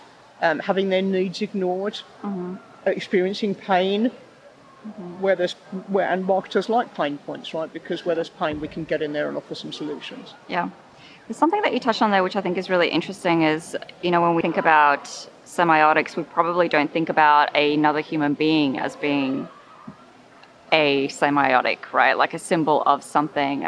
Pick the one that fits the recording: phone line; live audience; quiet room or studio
live audience